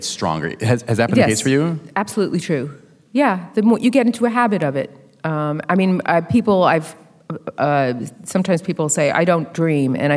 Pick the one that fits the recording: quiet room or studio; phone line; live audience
live audience